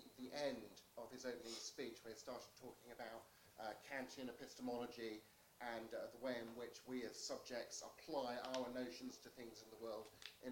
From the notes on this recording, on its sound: Hosted by Southampton University Debating Society. This isn't my recording and was very quiet, but I've improved the quality somewhat using my Wave Pad editing suite.